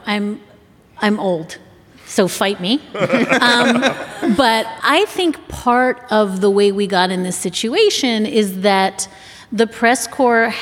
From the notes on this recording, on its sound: Take your seats for a live show from Washington DC this week. This live show is part of Slate’s Full Court Press coverage. Listeners will hear the question and answer segment of the live show.